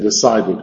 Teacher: Si terminan en t o d, lo que es el infinitivo, entonces tenemos que pronunciar la e